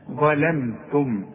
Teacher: الاول حققها من الضاء ولازم اطلع لساني فيها، لكن اللام والميم وبقيه الكلمه ارققها. ظلمتم، اوعى تقول لي ظلمتم، ظلم ظلم لا ظلم، انكم ظلمتم، والتاء والميم مرققين.